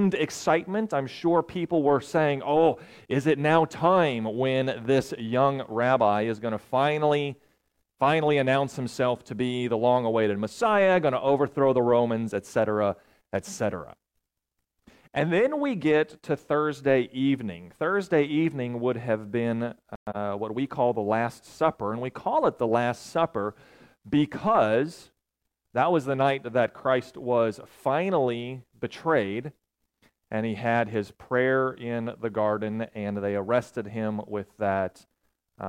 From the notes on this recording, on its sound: recorded on April 8, 2023, at Ringgold Seventh-day Adventist Church.